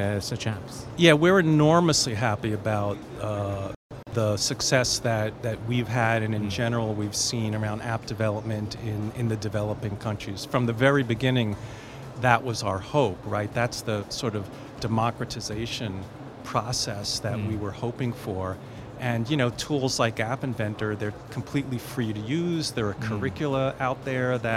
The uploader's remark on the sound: Live from IGCF 2022.